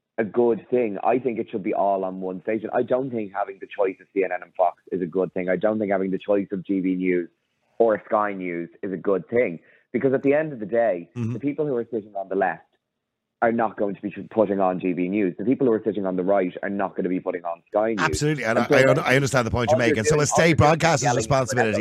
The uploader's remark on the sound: opens the phone lines to hear diverse opinions